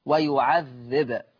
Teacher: طب لما يسكن الباء ما تنسوش أن لما الباء تسكن هتبقى مقلقلة